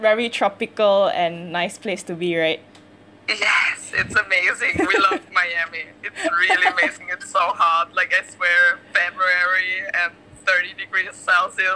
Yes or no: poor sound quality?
yes